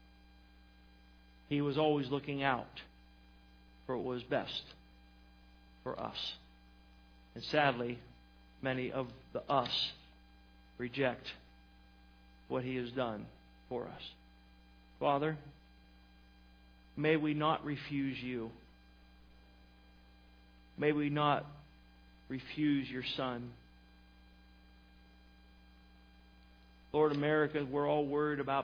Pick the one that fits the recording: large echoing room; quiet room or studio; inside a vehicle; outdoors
large echoing room